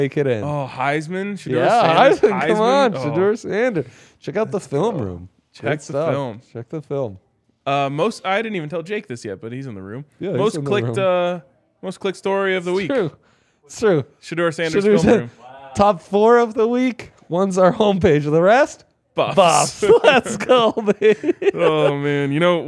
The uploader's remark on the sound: LIVE from the DNVR Bar